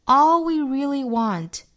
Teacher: 这个 all 读成上下开口读更开的